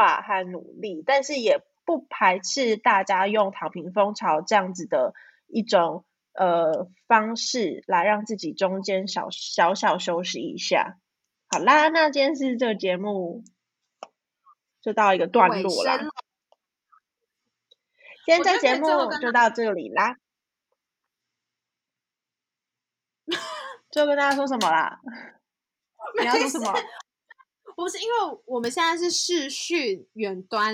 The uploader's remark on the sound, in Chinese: 遠端錄音可能會有1至2秒回應誤差時間。我們會想辦法克服技術問題，帶來更好的節目品質。